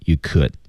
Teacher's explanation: D 失去爆破，而且要被弱读